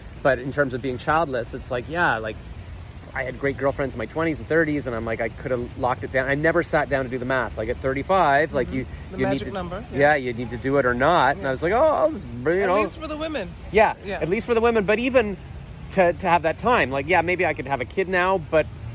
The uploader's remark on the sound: Recorded May 27, 2022 at Podfest in Orlando, Florida